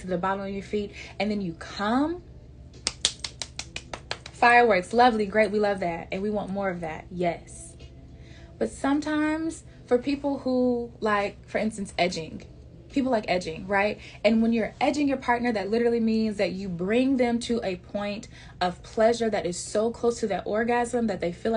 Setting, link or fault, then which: fault, sounds in the background